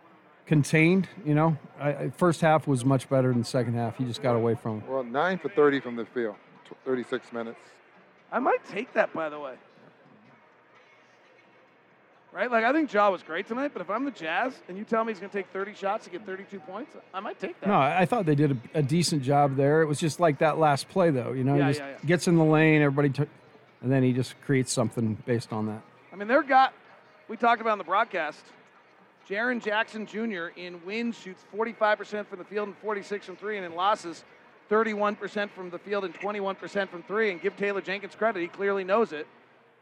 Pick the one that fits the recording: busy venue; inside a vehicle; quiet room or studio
busy venue